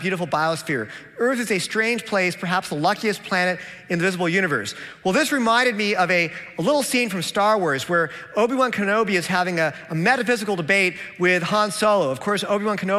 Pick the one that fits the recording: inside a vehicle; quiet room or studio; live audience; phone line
live audience